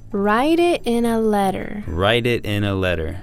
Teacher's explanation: the T really isn't too sharp, is it? It's a little more dull. It's softer.